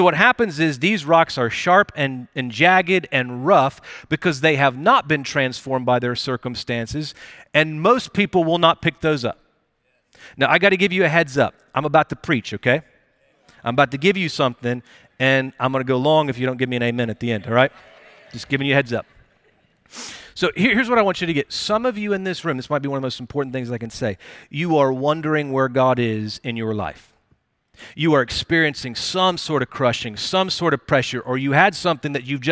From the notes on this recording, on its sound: Recorded Live at Brookwood Church.